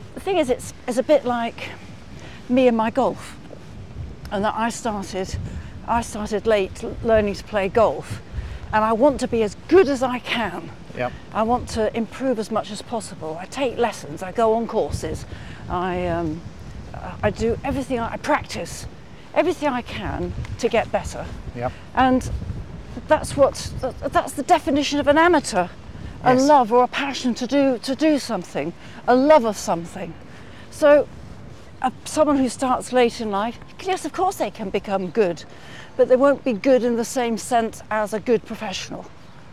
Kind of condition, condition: setting, outdoors